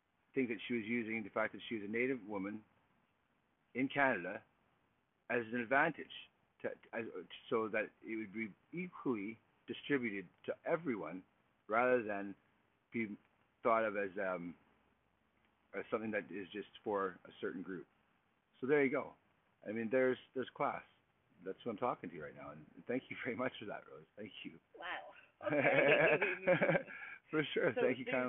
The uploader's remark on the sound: Please forgive the audio I’m still learning